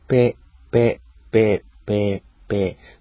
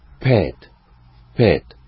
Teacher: 英語の P はちょっと違うのは、大気音というんですけど、気を帯びる音。 · Shown in: second take